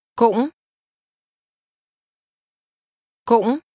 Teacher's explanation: Did you remember the high, rising, broken tone?